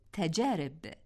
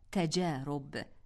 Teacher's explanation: إذن لابد أن نقول تجارب بكسر الراء لا تجارب بضم الراء · Shown in: first take